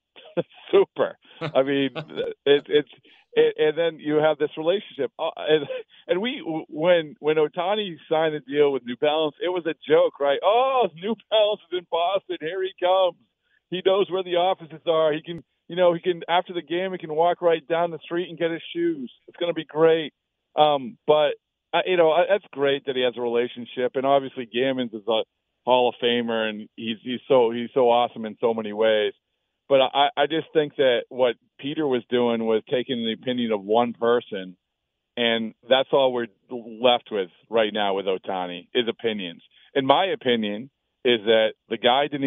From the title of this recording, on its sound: Calls in Live